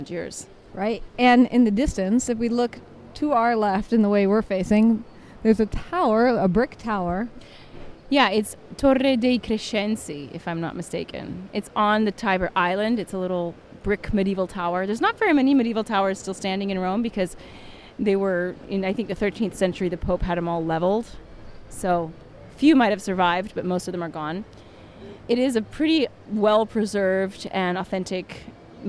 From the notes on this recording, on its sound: This week, we hit the streets of Rome with our recording equipment to search for ancient artifacts or “ spoglie ” hidden in plain sight.